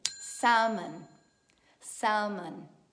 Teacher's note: Viene scritto con una L in mezzo, ma quella L è una L muta, cioè non si sente assolutamente. Fate finta che non esista.